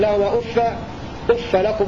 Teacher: قرأ ابن كثير وابن عامر بفتح الفاء في المواضع الثلاثة